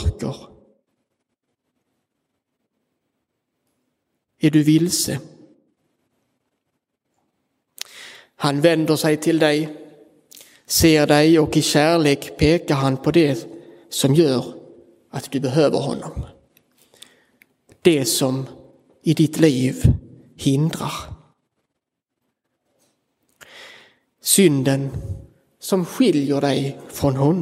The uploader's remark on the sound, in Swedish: Inspelad i Roseniuskyrkan den 23 april 2023.